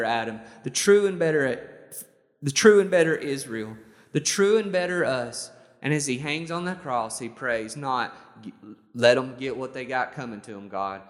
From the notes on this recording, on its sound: This sermon was recorded on May 23rd, 2021 at Matthew's Table Church in Cleveland, TN